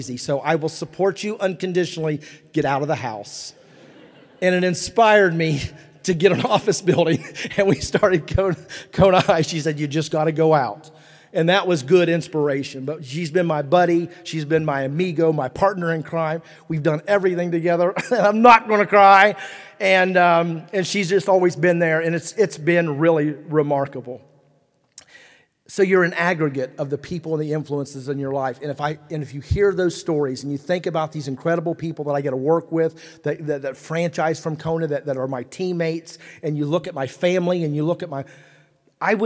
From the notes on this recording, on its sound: speech from the 2023 Kentucky Entrepreneur Hall of Fame ceremony in Lexington, KY on November 2, 2023